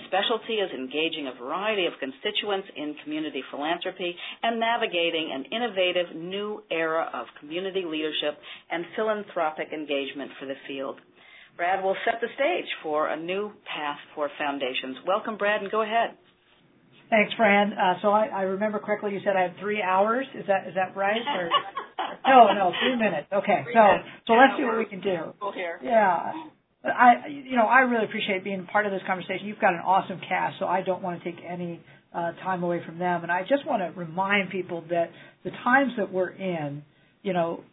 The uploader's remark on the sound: On this call. This FREE event was recorded.